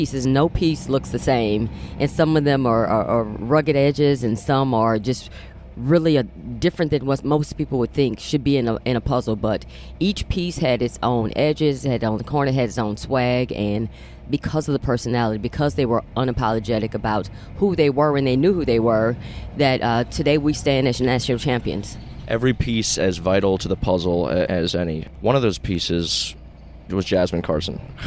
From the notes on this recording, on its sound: On the bus ride to the airport.